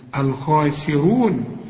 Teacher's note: وبعدين الراء ثالث درجات التفخيم، الراء المضمومة